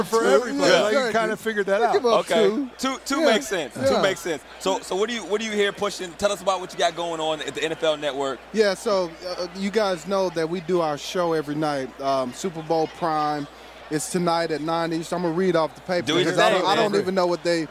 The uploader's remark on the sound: live from Radio Row in Minnesota